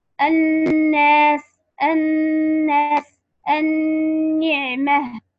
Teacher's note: إلا أنه إذا جاورت اللام النون حرف النون فإنه إدغام شمسي بغنة، إدغام شمسي بغنة، لأن ككلمة نعطي مثال إن شاء الله، الناس الناس النعمة.